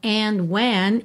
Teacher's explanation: ele não marcou o D, ficou quase que pelo N mesmo